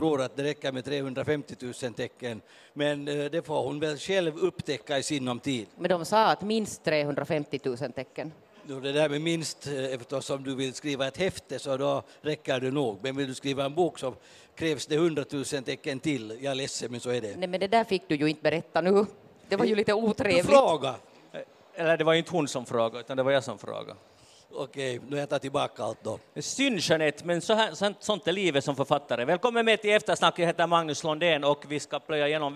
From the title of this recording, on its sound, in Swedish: Podden Live från Bokmässan